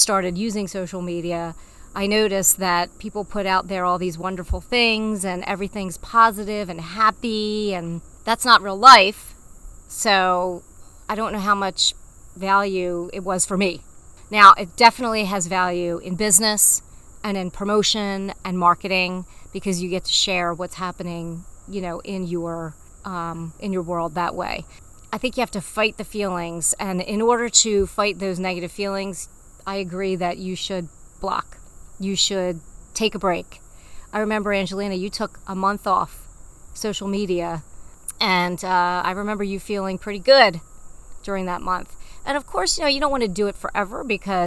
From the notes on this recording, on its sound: My mom and I love to have coffee chats where we sit outside on our deck and talk about life.